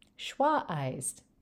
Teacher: you had a glottal stop that time before you said schwa-ized